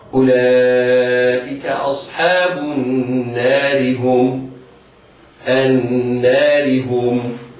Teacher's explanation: إذا الراء في حال الوصل مكسورة فيجب ترقيقها